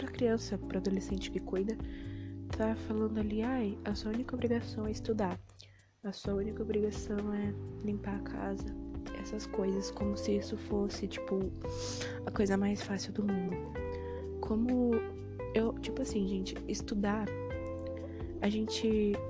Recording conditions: background noise